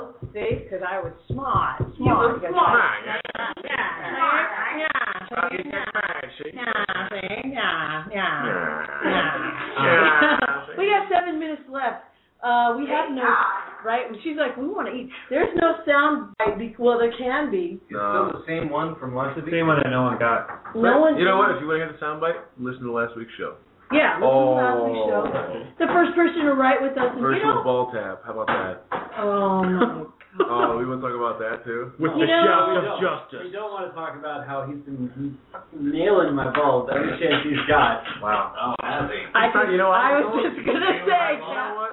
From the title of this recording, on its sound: LIVE from Pirate's Landing, Utah!!